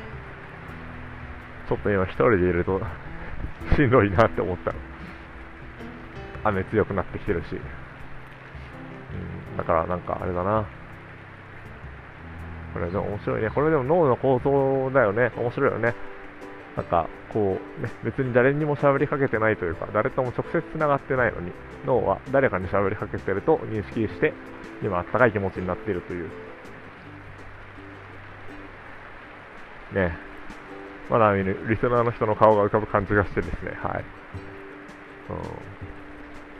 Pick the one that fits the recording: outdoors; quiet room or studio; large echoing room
outdoors